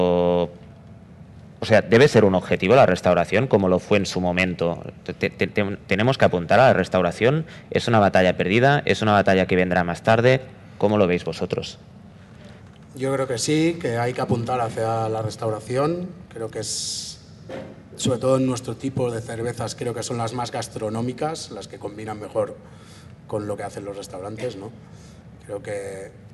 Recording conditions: busy venue